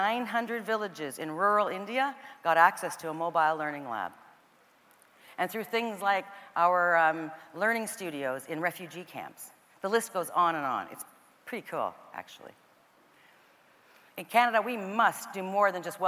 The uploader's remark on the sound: caught up with her in #Toronto, at #The Elevate Technology Conference